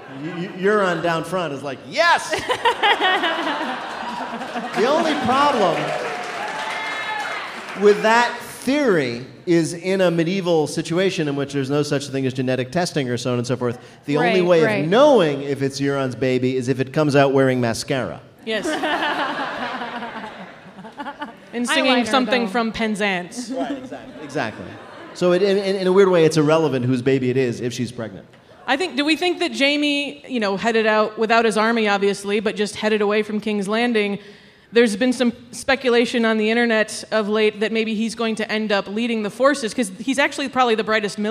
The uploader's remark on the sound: GoT 7.8: Live Season 7 Recap Party. About 400 wildlings met up in Chicago’s Lincoln Square for one last recap of Season 7. This episode was recorded in front of a live audience at the DANK House.